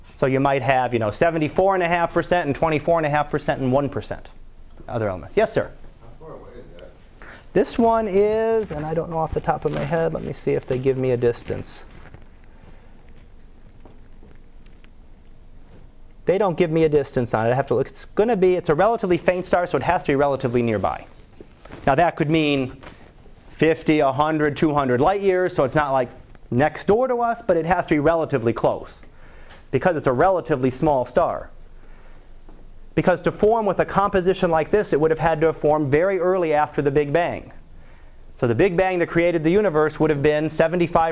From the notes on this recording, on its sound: Live Class Lecture.